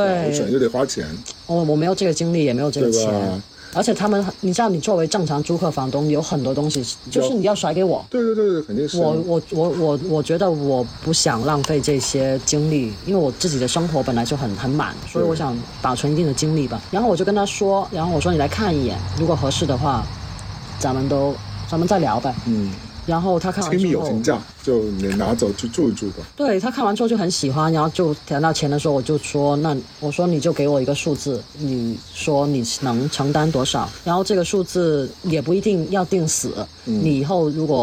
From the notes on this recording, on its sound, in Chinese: 本期为室外录音。